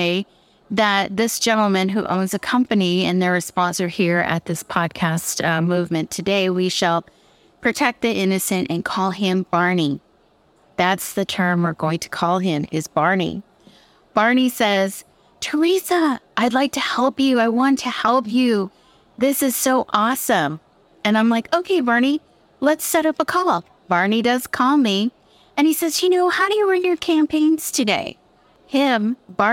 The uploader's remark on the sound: This show is part of a recording from the Dallas Podcast Movement Conference, August 2022.